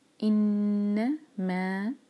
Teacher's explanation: نون پر غنہ، نون پر رکیں گے دو سیکنڈس کے لیے